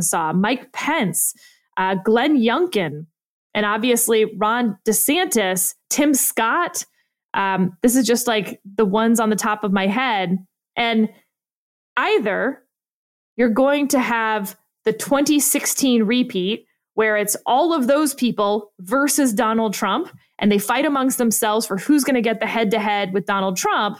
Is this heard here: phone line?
no